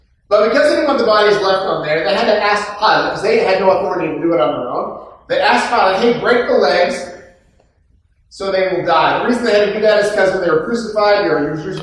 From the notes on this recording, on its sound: poor audio quality